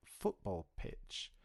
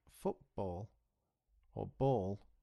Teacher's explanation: when you say the sound P, like football pitch, some air comes out of your mouth. But when you say B, like football or ball, no air comes out of your mouth